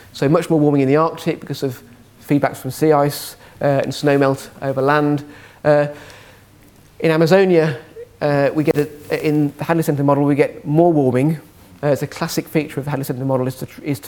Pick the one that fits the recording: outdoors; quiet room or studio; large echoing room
large echoing room